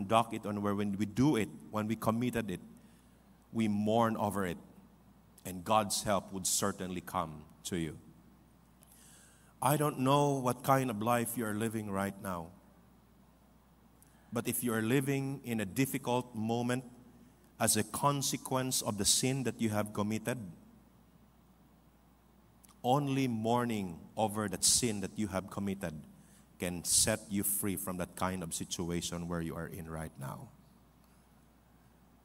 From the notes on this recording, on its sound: This podcast was recorded live last October 8, 2023 at Zamboanga City Alliance Evangelical Church.